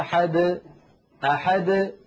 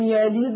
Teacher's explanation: فالدال وقلقلتها تخرج واضحة جلية · Shown in: first take · Term: القلقلة